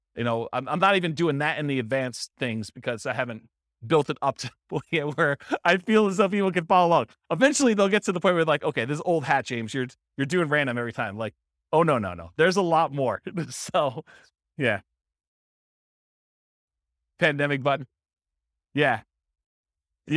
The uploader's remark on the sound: This was a live class recorded